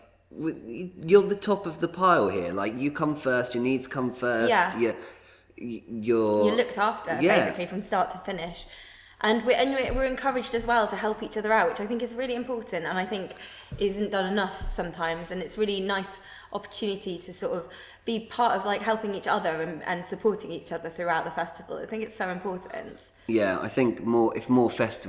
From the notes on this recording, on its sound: We're coming to you direct from the International Dublin Gay Theatre Festival where we're performing our show Bleach.